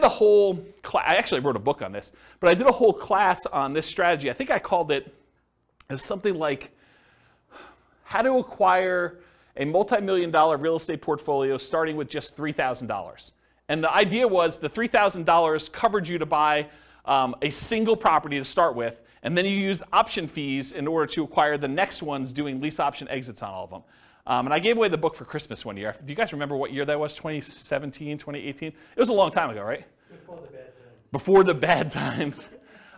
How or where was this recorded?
live audience